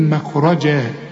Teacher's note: والجيم هنا معطشة وفي نهايتها تنوين، إذا وقفت هتديها ألف كاملة، وعند الوصل تنوين للواو من